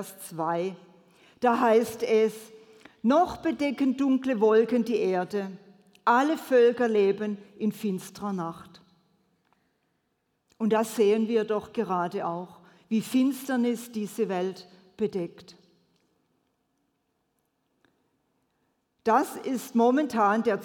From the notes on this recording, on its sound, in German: predigt im Missionswerk Karlsruhe